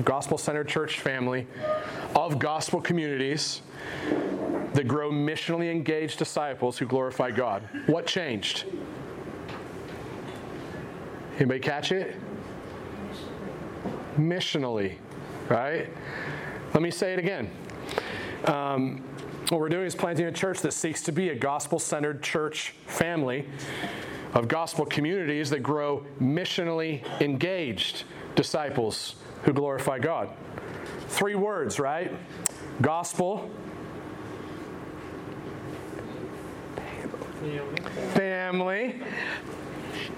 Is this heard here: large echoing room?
yes